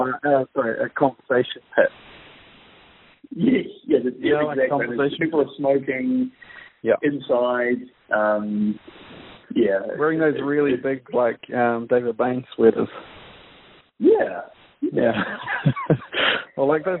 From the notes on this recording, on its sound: WARNING: LOW AUDIO QUALITY DUE TO LOCKDOWN TECH CONSTRAINTS.